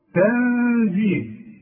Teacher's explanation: نون سكنة أي تن وبعدها الزين والزين من حروف الإخفاء إذا أغن واخفي